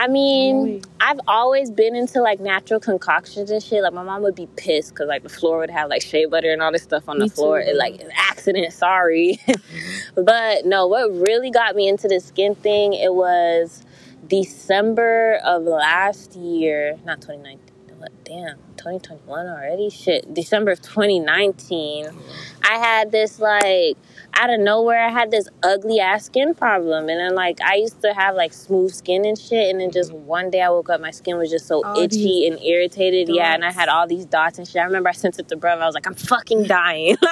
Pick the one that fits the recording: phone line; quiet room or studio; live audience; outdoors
outdoors